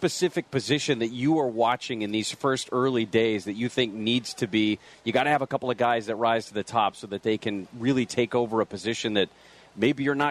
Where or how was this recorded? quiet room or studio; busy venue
busy venue